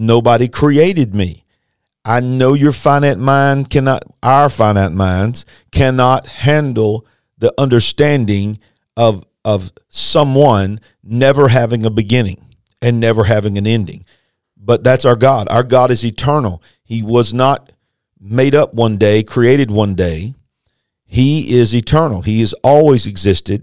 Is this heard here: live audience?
no